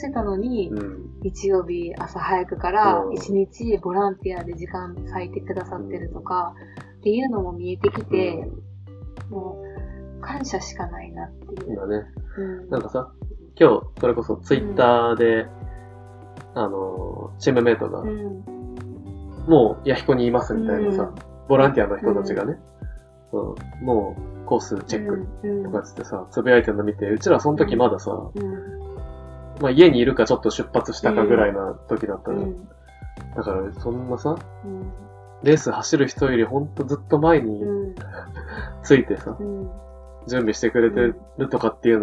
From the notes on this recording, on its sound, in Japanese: お酒を飲みながらのトークであることをお許しください。少しノイズが入ってしまっています。